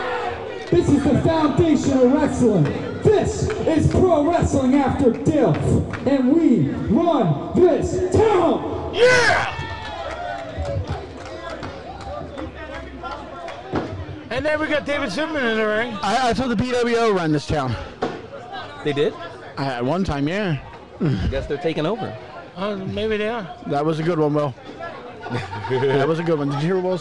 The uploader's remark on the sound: at a live event